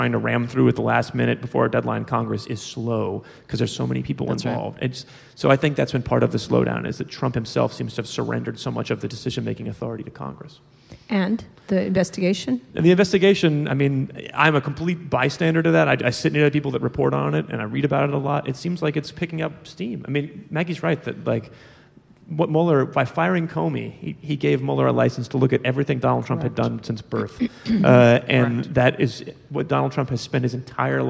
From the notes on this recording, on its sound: at the 2017 Texas Tribune Festival in Austin